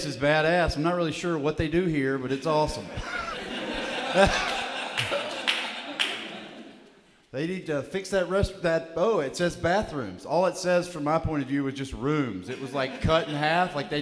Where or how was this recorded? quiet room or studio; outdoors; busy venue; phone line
busy venue